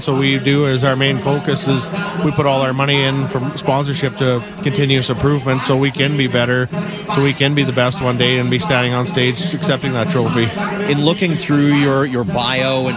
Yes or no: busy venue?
yes